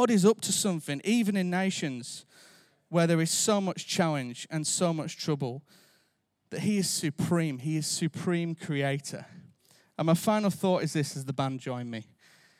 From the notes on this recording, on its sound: Recorded live at Life Church Lancashire on Sunday 12th March 2023.